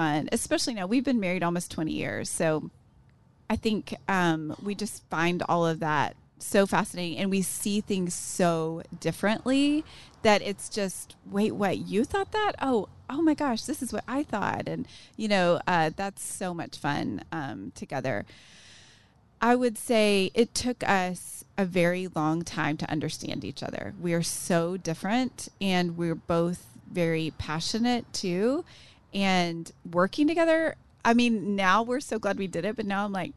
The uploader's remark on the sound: Today's show was recorded Live outside of Fabled Bookshop and Cafe in Waco, TX, so you'll be able to hear the cars, the train, and the city in the background. Wrapping up with questions from the audience at the end!